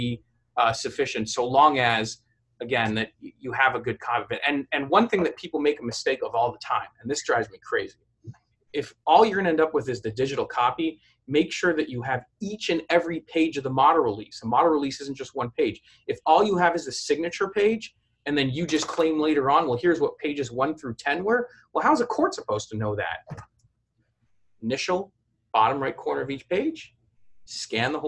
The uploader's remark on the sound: To speak with the Clips4Sale community via the live webinar from April 22, 2019 at 4:00pm EST.